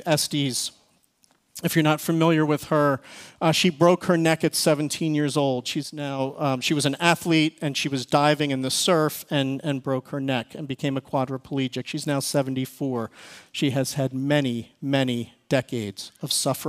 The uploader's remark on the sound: Recorded service from February 18, 2024.